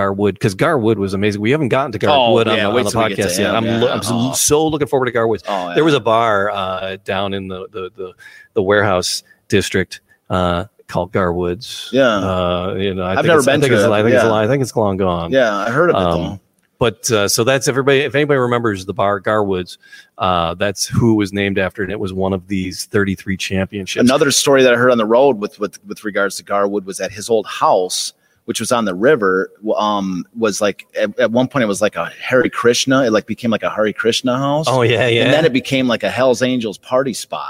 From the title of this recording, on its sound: Live from Detroit Historical Museum